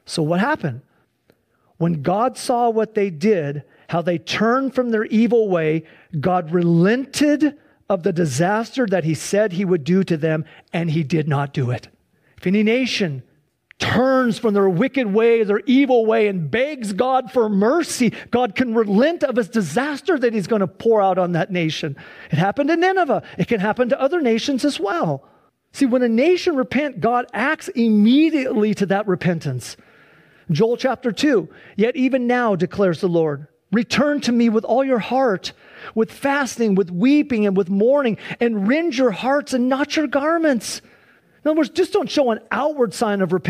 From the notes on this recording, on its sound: Please enjoy this Sunday church service livestream. Accompanied by a modern worship service.